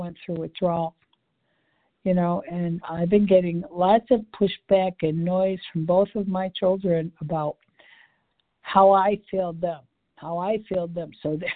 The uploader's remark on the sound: 100 Pounders Phone Meeting